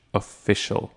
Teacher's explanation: She pronounces the O as having the emphasis. But in fact, the emphasis should be on the fish. Official, not official.